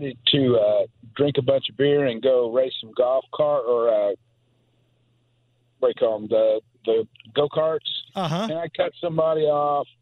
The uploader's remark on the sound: Listeners call